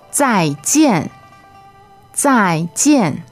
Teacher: We have two fourth tones, right?